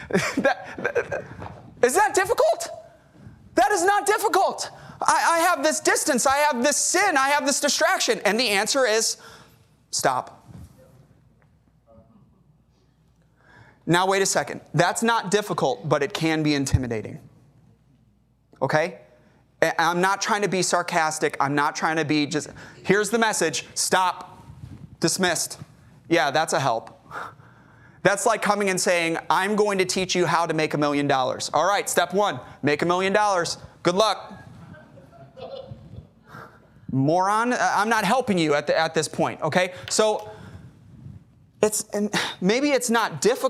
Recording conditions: large echoing room